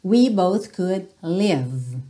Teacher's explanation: Repara como esse live, você termina o som no V e não segue pro E